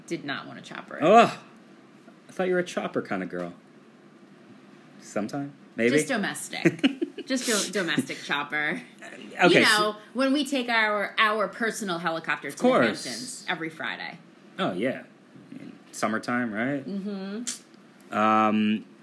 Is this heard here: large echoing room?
no